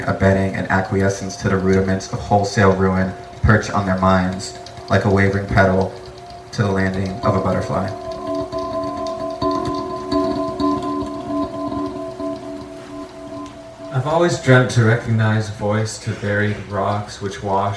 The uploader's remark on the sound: Recorded at Woodbine Nov 3, 2023. Recorded at Woodbine Nov 3, 2023.